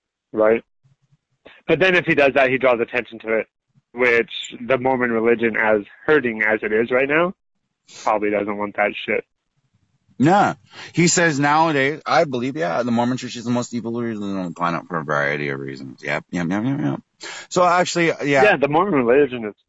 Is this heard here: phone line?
yes